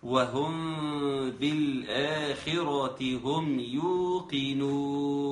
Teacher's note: ميم ساكنة أتى بعدها حرف الباء، وبالتالي يكون حكمها الإخفاء